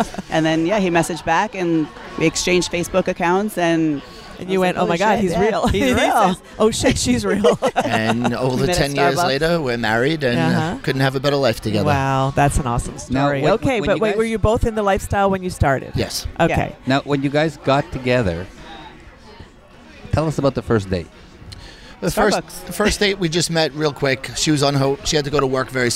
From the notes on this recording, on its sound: on location from Hedonism II Resort in Jamaica